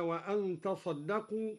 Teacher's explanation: أصلها تتصدقوا فأدغمت التاء في الصاد